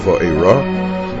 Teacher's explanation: And it's accented on the last syllable, so I really should get into the habit of saying Va'era.